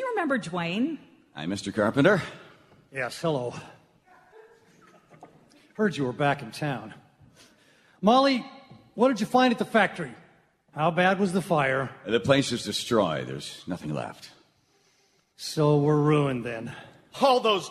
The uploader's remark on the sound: Seattle Radio Theatre , KIRO Radio , and Town Hall Seattle present a lighthearted parody of those holiday movies made by a certain greeting card company. This is a recording of a live performance.